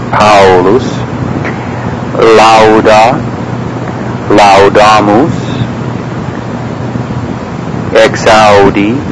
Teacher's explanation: true diphthongs where the vowels are pronounced separately, one gliding into the other